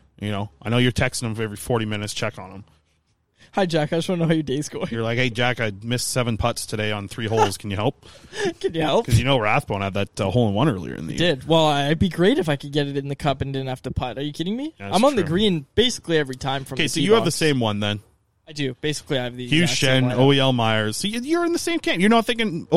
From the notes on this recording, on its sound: Live from Montana's. Today, we're recording on the outdoor patio at Montana's after downing some delicious all-you-can-eat ribs!